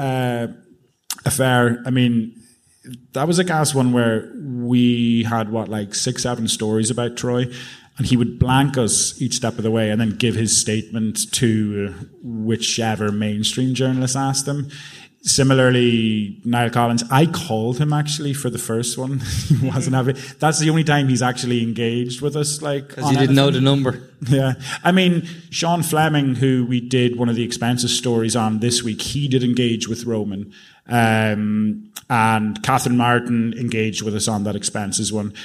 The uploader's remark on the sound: Live at the Sugar Club. Part 2 of our recent live show in the Sugar Club.